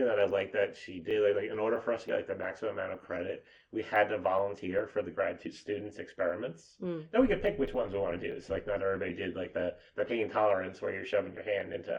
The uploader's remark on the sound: We're aware of a slight issue with the audio in this episode, and apologize.